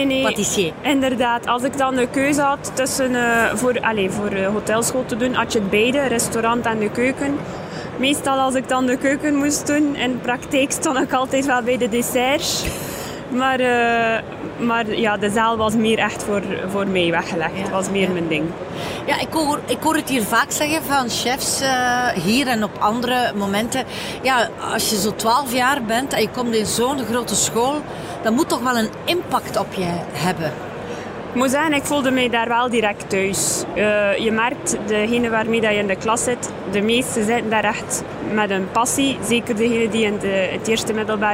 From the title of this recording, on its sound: Horeca Expo Live